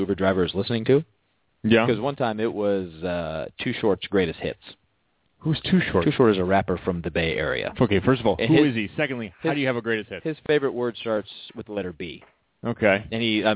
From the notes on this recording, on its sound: called in for a great interview